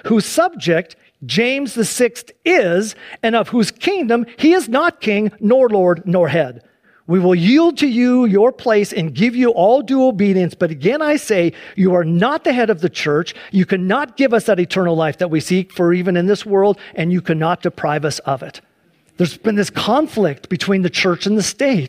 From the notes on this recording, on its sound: Please enjoy this Sunday church service livestream